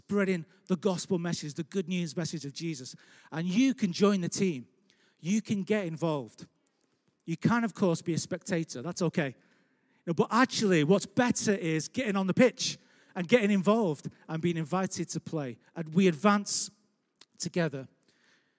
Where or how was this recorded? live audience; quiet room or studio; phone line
live audience